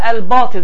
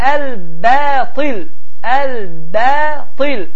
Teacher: B hərfi incədir, ta hərfi isə qalındır. · Shown in: second take